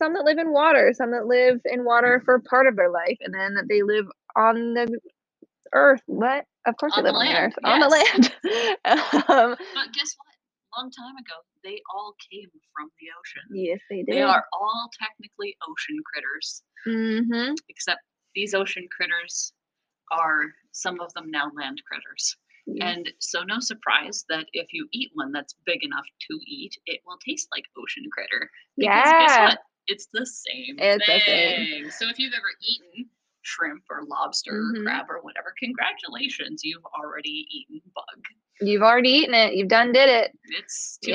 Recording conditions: poor sound quality